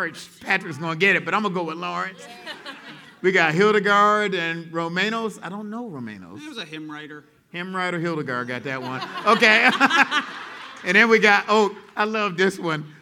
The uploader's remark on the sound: In this final podcast episode from our live show at Rooted in Jesus in Atlanta. Answers questions from our audience.